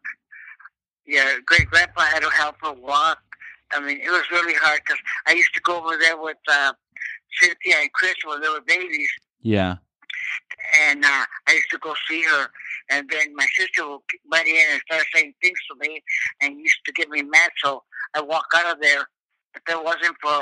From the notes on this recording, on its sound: a phone conversation with each of his grandmothers